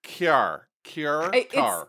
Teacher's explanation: It's like a high nasal vowel sound.